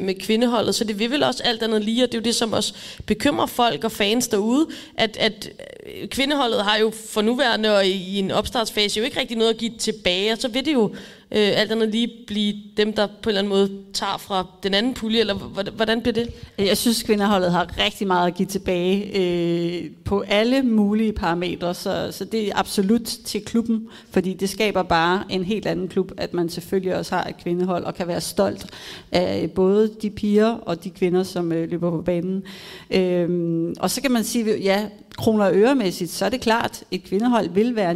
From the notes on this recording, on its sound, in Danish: Live fra Deadline Day. Der er optaget live foran et veloplagt publikum til Kvart i bolds Deadline Day-arrangement.